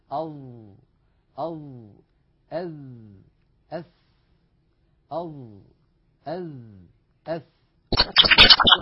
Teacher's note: الظاء والذال والثاء تخرج يا إخوة من منتهى طرف اللسان مع أطراف الثنايا العليا، نضع طرف لساننا على طرف أسناننا العليا، هذان الثنيتان اللتان في مقدمة الفم. · Term: الأحرف اللثوية